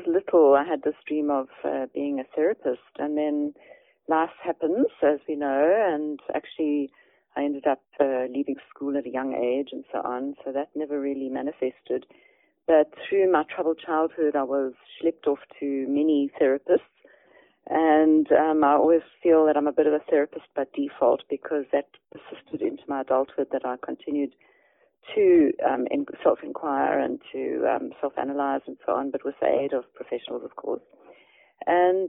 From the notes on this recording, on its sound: Eavesdrop on a telephone conversation